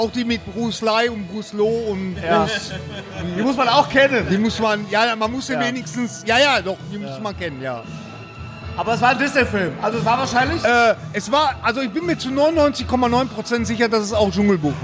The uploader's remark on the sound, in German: Wir haben Ausschnitte von der BluRay ReleaseParty